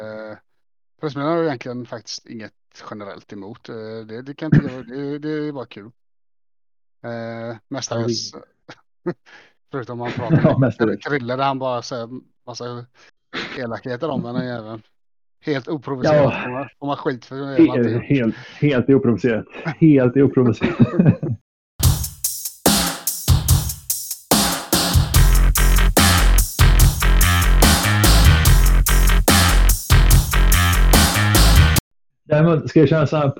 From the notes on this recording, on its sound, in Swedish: Med en havererad mic.